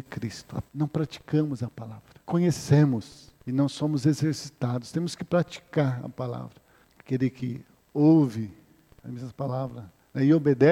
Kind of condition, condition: setting, large echoing room